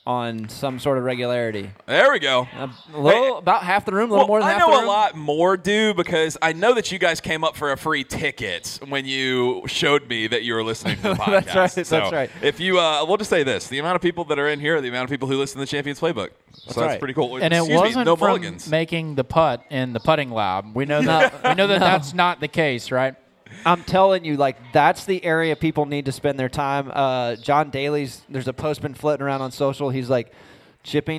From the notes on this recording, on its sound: On this episode, the boys take questions from the live audience.